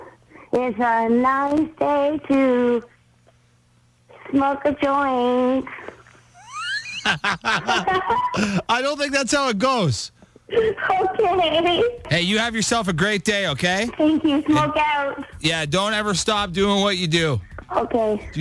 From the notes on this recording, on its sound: A woman called in this afternoon all hopped up on something to request a song.